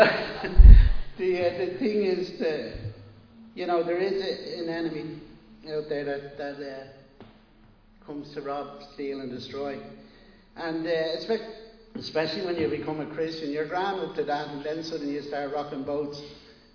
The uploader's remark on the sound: Recorded live in Liberty Church on 12 June 2022